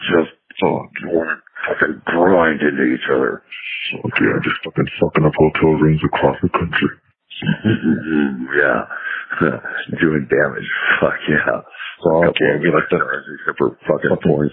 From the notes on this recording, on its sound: Please forgive the bad audio quality.